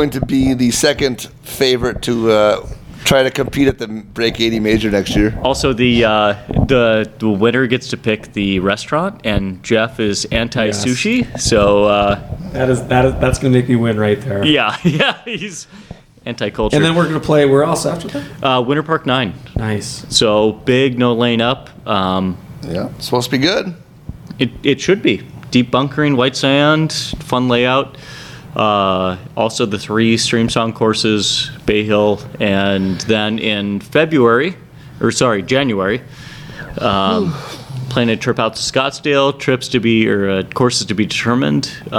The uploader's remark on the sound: The podcast crew recorded live this week from the Minnesota Golf Lab in Long Lake, which is the home of Go Low Golf.